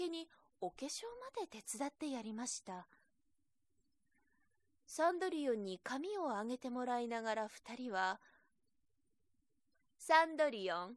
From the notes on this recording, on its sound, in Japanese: 自宅録音ですのでノイズなどはご了承くださいませ。